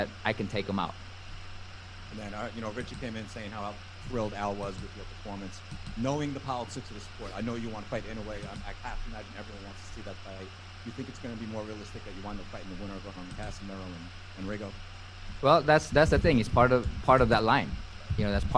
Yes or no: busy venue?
yes